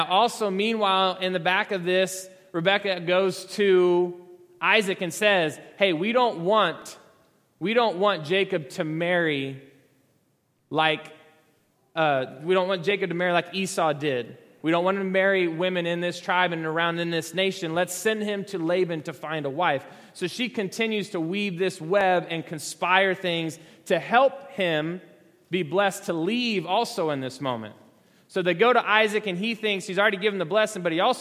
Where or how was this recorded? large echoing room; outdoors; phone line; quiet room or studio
large echoing room